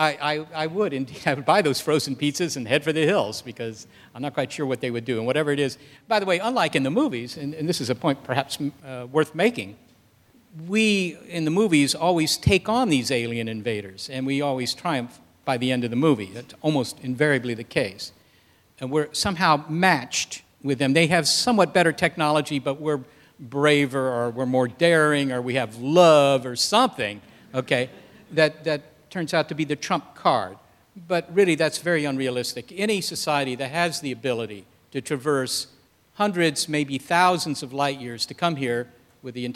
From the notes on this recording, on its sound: Recorded before a live audience at the Computer History Museum.